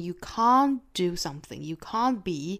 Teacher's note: 那么后面遇到了辅音呢，这个 t 的发音都是要省掉的啊